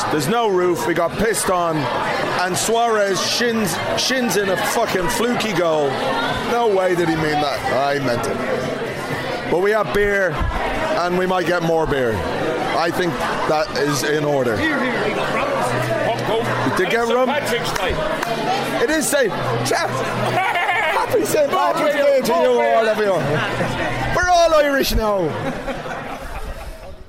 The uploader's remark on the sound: Barcelona in Blazers. Some location recordings, vox-pops and more from the European trip. Please excuse my voice, or lack of it, it's been a long couple of days, and a man coughed on me and gave me the plague.